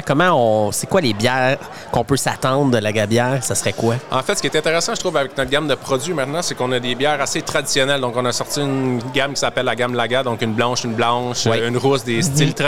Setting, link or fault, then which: setting, busy venue